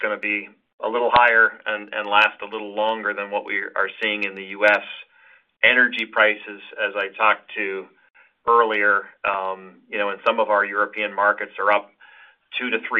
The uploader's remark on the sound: Earnings Conference Call